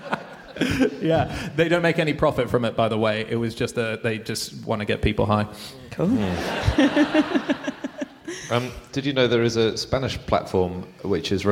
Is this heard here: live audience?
yes